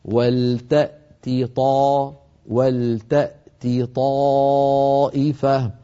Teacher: هذه الصفحة التي قرأناها أشياء لطيفة ننبه عليها، فيها تاءات وفيها طاءات متتالية أحيانا، والتأتي طاء تي طاء، هنا تاء مكسورة بعدها طاء مفتوحة، على القارئ أن ينتبه بأن يبقي التاء مرققة والطاء مفخمة هكذا، والتأتي طاء والتأتي طائفة، فلا يخلط بين التاء والطاء.